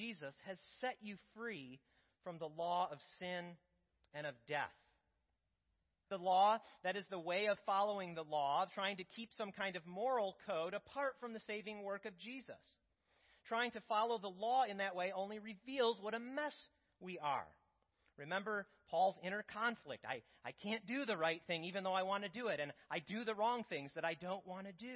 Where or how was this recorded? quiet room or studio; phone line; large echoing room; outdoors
large echoing room